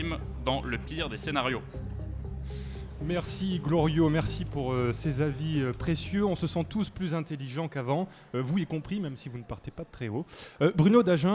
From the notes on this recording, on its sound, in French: La rédaction était présente à la Gaîté Lyrique le 20 octobre pour un enregistrement inédit à l'occasion du Paris Podcast Festival. Une réalisation live.